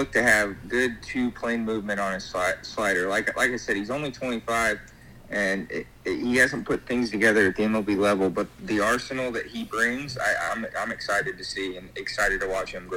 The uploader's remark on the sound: All 3 co-host join together over the phone